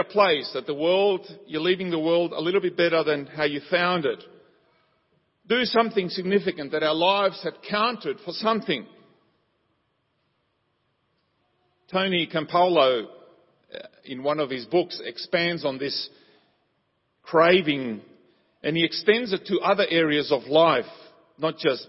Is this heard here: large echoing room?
yes